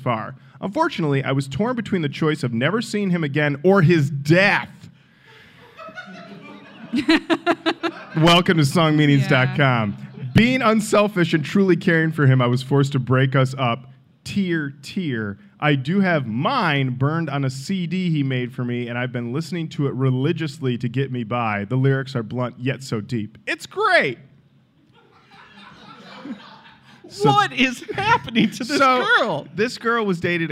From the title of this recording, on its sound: Live at Snow Day 2019